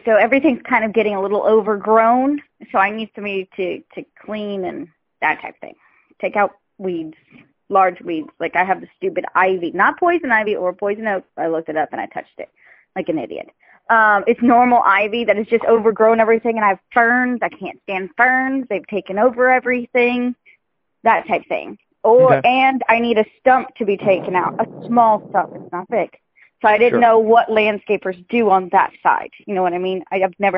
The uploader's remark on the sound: homeowners who called in to the radio show